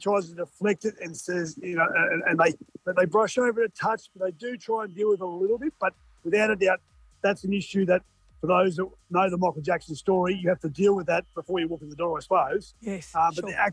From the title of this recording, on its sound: live from Times Square New York!